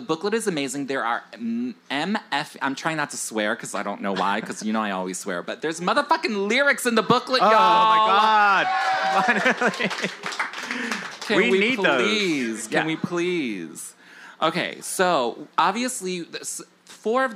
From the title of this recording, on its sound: Live from Rise Bar, New York City!